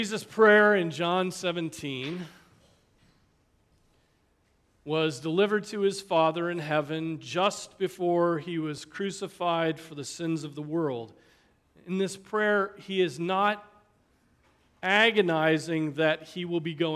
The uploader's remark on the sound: Preached on June 4, 2023 at Trinity Presbyterian Church ( Evangel Presbytery ) in Spartanburg, SC.